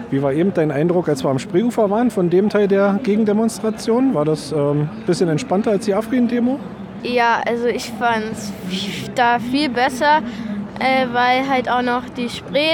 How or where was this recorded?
busy venue